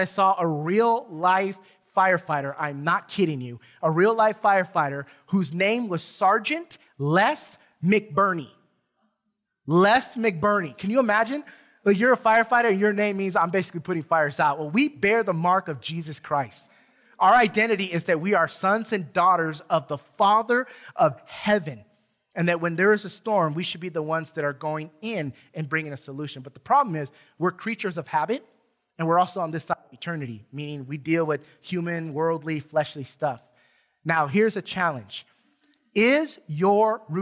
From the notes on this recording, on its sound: Recorded from South Gate Fellowship in Duncanville, TX on Sunday, May 2 2021